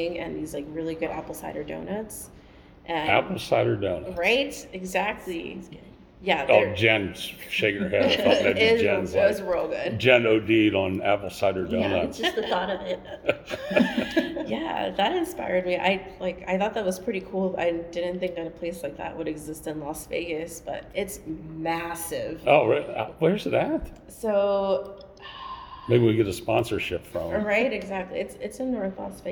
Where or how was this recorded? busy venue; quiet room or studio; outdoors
busy venue